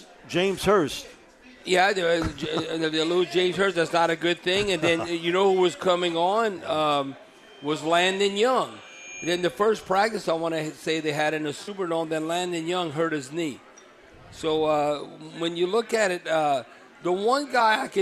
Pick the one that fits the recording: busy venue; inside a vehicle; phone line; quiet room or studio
busy venue